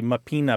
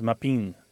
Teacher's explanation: Yeah, and there's of course the plural pronunciation, but there's also a thing that has happened to Italian words in the mouths of Italian Americans, where a lot of times that final syllable or that final vowel disappears through a process called lenition · Shown in: second take · So what might be mapina becomes mapin because the A is just kind of not really fully said.